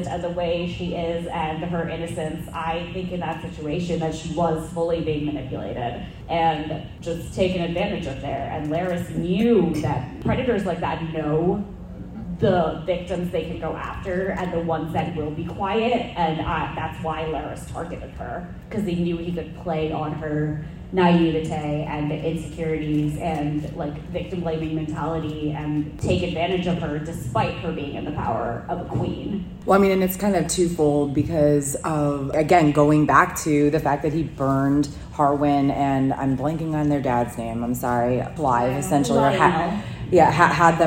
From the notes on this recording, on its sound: Live audio from the Princess and the Queen panel at Dragon Con 2023. While some minor sound editing was done to make the original recording somewhat easier on the ears, please keep in mind that this was recorded live and therefore the sound quality is uneven at best.